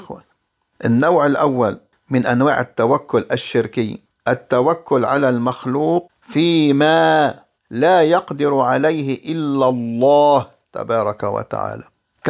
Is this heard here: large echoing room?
no